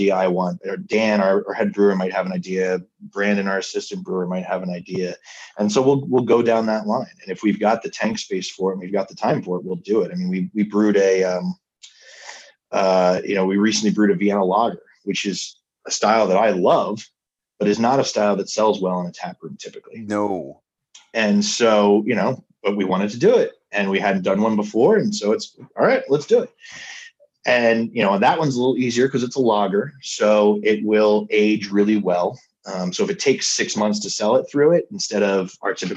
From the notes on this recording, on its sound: recorded over zoom